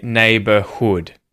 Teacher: And so, it turns out when you have words with multiple syllables where one is stressed and the one with the double O is unstressed, you still have to pronounce the vowel sound. You can't turn it into a schwa.